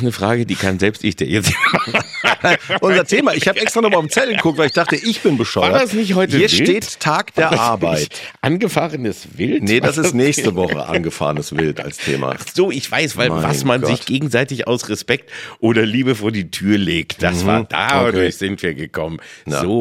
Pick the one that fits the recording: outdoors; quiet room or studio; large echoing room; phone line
quiet room or studio